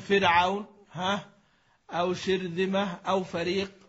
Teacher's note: يمكن النطق بالراء مرققة غير ممالة